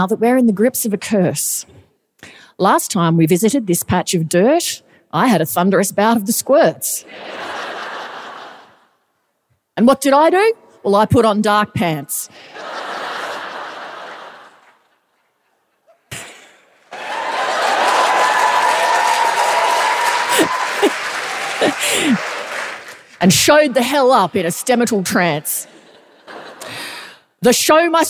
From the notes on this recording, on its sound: It's the Perth live show, so OF COURSE there's a disaster.